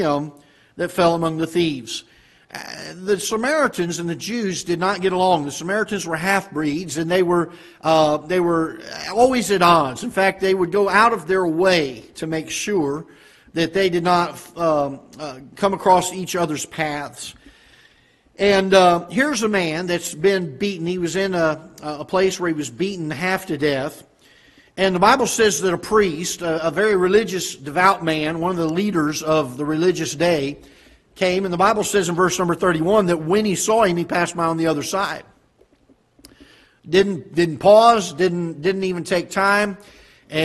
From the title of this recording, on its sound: Ketha Heights Baptist Church ~ Live Broadcast